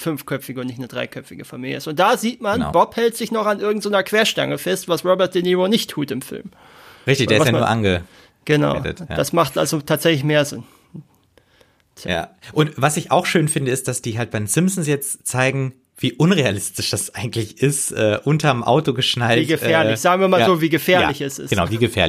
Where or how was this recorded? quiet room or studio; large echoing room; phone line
quiet room or studio